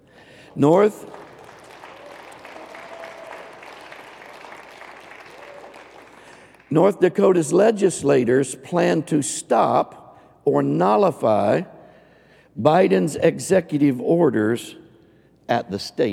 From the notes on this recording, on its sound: Recorded live on 3/27/22.